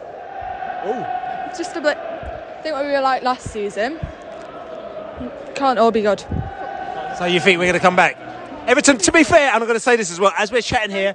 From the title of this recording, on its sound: post-match podcast from the stands